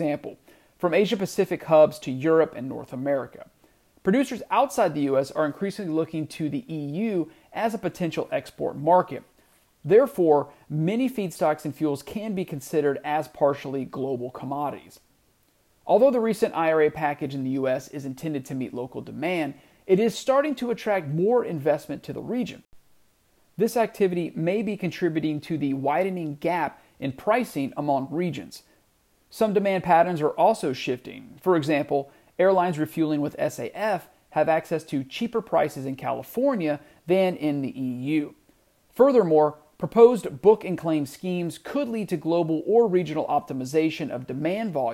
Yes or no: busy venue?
no